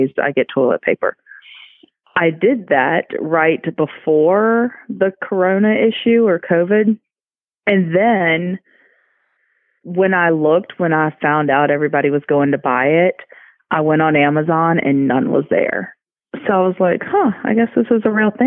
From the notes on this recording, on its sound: Talking with friends from the safe distance of our phones.